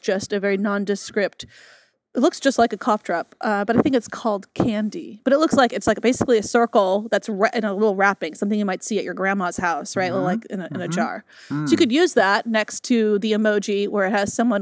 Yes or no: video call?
no